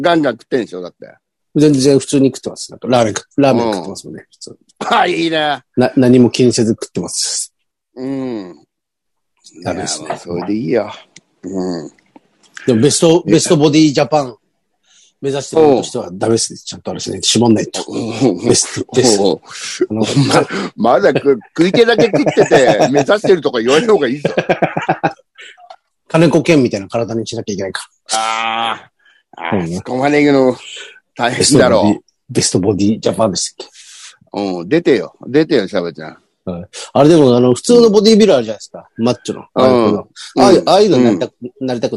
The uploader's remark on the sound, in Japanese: ZOOMで収録